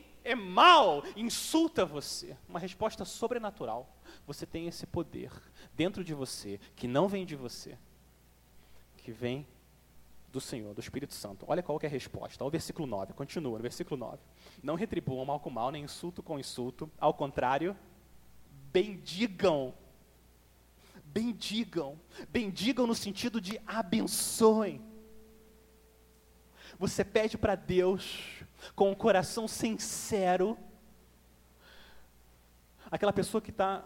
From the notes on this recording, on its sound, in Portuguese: Mensagem gravada na Igreja Batista Jardim Minesota